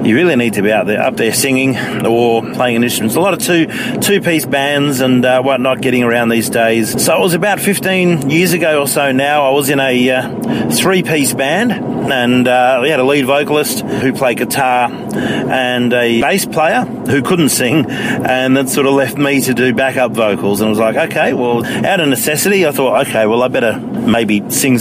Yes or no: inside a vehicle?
yes